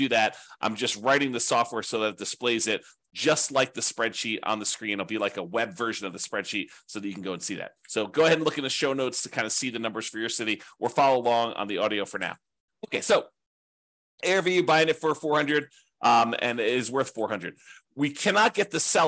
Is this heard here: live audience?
no